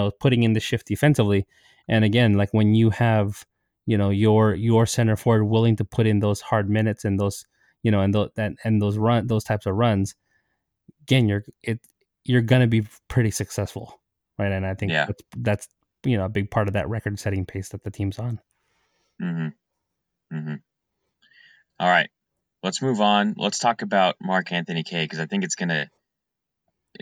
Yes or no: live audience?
no